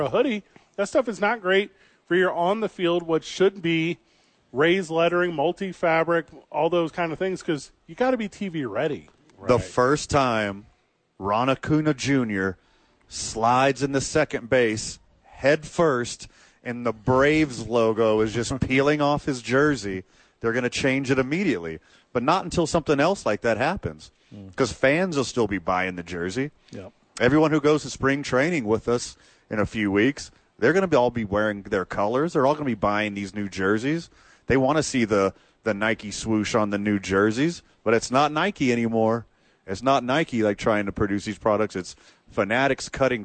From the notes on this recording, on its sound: live from The Duke Store